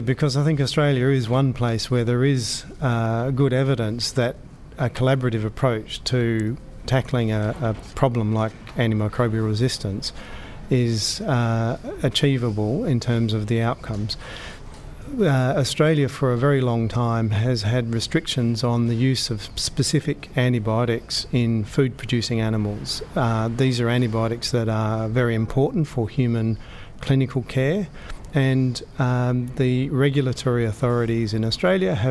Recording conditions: busy venue